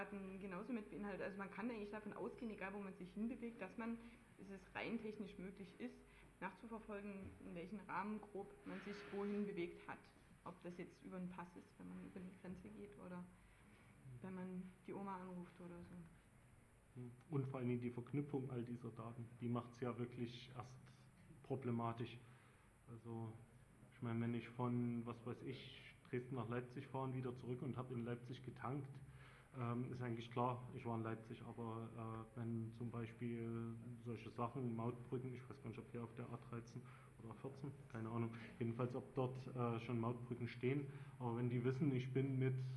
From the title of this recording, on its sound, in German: Datenspuren 2007 Mitschnitte